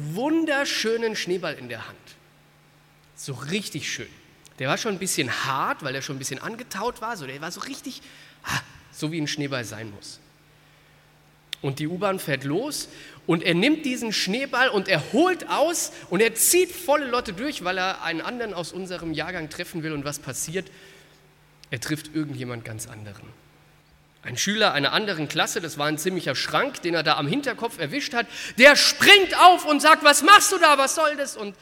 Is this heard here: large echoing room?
yes